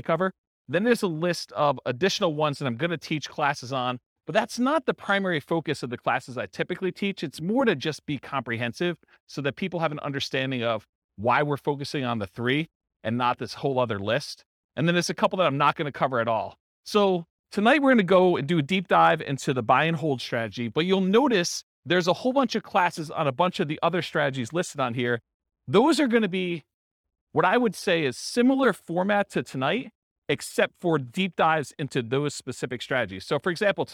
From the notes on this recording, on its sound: This was a live class recorded